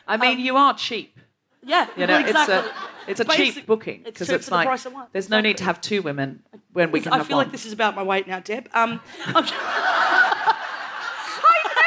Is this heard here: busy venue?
yes